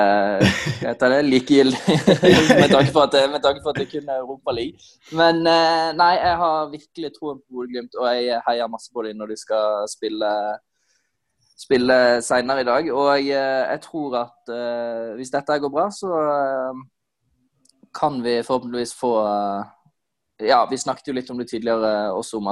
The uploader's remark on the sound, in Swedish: På zoom